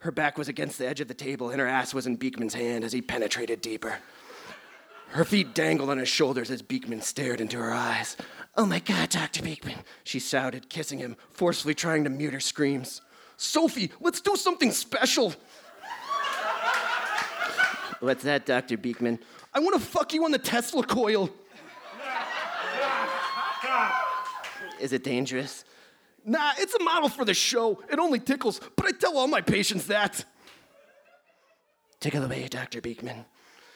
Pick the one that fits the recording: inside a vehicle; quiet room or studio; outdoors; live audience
live audience